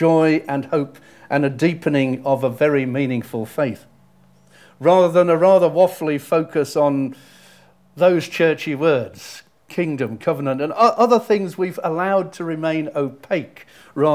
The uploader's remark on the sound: Audio podcast of morning service